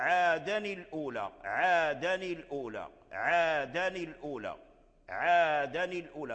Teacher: كسروا التنوين ولم يدغموا التنوين في اللام